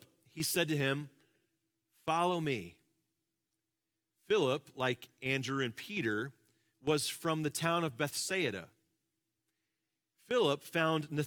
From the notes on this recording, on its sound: Live from our Celebration Ministry Center